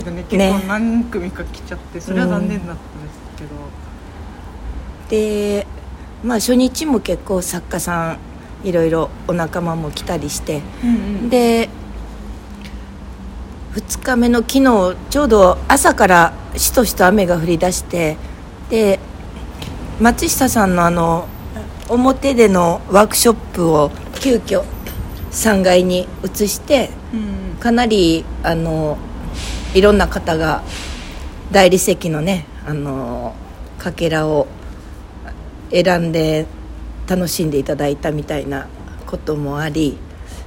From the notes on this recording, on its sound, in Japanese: 東京場所は大盛況！雑音等、お聞き苦しい点がございます。